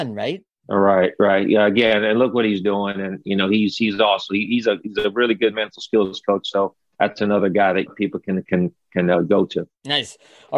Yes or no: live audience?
no